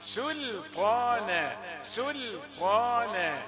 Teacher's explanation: سين واللام مرققات طاء هي المفخمة